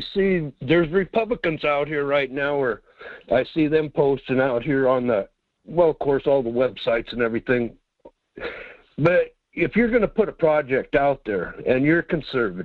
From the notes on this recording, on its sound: with phone calls throughout the show